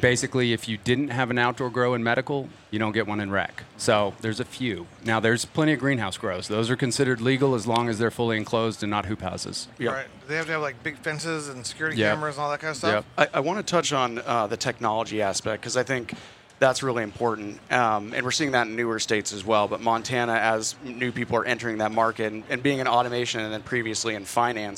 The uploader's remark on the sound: Recorded at MJBizCon 2023